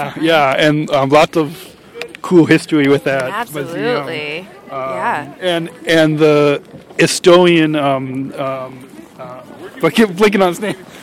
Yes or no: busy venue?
yes